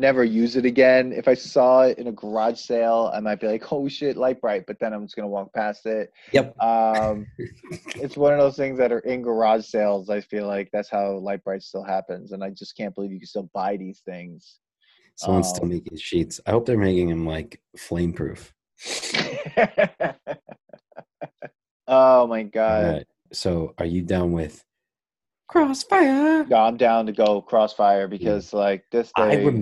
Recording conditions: video call